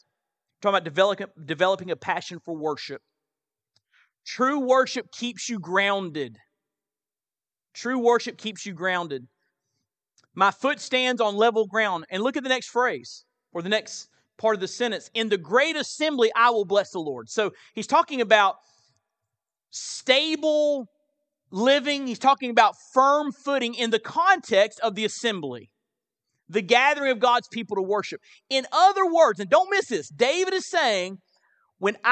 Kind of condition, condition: setting, large echoing room